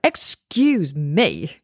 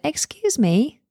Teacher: A nice tone, excuse me, kind of rising intonation, excuse me. Like you're asking them a question · Shown in: second take